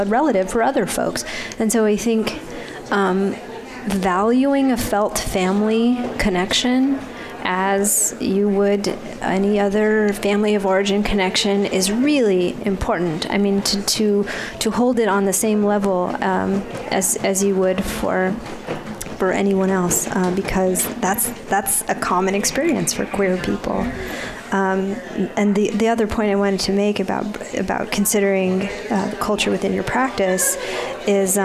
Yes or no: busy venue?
yes